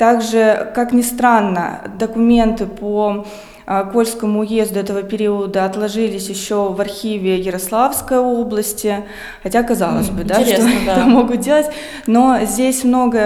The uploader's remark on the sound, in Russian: Открытая запись подкаста в Музее истории города Колы. Этот выпуск был записан в рамках открытой записи подкаста "Три дома и церковь" 27 ноября 2021 года.